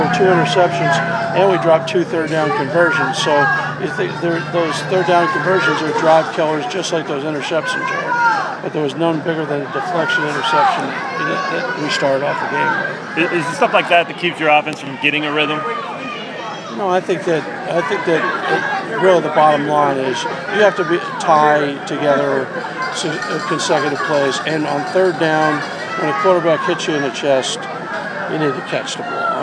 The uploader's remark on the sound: Press Conferences & Post-Game Interviews